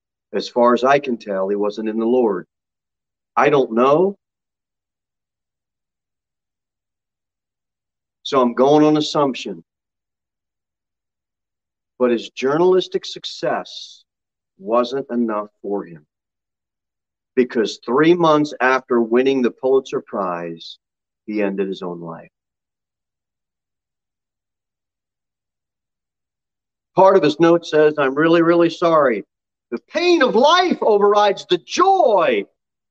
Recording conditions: large echoing room